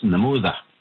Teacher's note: in the Woodland Cree dialect, TH dialect, is namuda, with a TH instead of the Y in there.